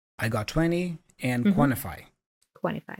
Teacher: we have this NT reduction. So we drop the sound T in the word quantify.